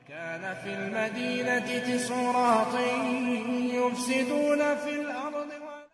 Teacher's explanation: And in this example, so as you heard, the word tis'a was pronounced as tis'u